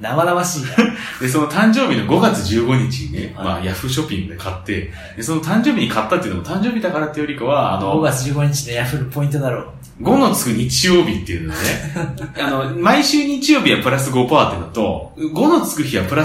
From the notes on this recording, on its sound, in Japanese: 今回も対面での収録！録音環境の都合上少々聴こえづらく感じるかもしれません。マジで飛行機のジェット音じゃん！